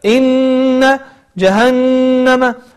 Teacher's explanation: فتحاول أن تذكر الغنتين معا وتعطيهما حقهما فلا تقصر في أحدهما